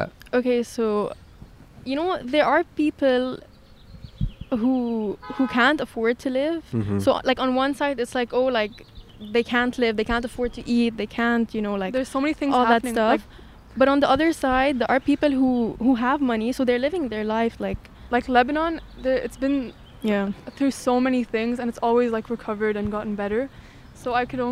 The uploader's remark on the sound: Outside A Public Restroom. Recorded on 5/15/21 in Griffith Park, Los Angeles.